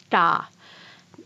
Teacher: one produced by curling the tongue back and flipping the underside against the roof of the mouth